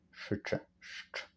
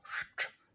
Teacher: To znaczy najpierw mamy szy, a potem czy. Szy jak shower i czy jak check.